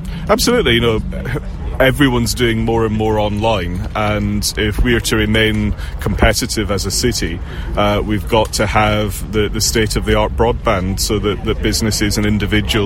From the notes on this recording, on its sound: The MK Breakfast Show coming live from Milton Keynes train station this morning.